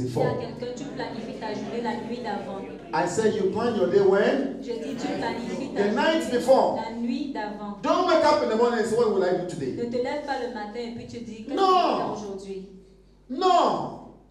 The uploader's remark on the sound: Preached during Joyful Hour Sunday Service Rabat I